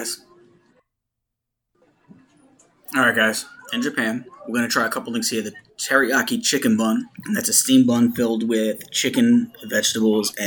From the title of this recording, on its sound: On Location At Epcot's Food & Wine Fest